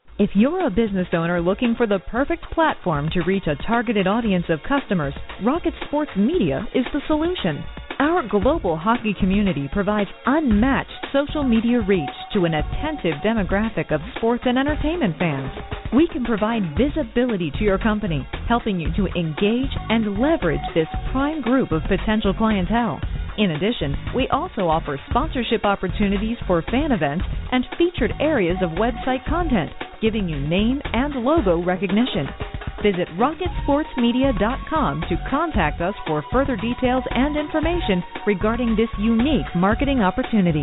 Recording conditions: phone line